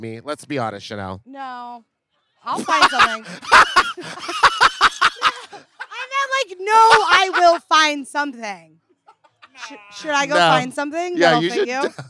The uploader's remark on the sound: Sit in folding chairs in a parking lot in direct sunlight and record this show. Get ready for some shouting and screaming.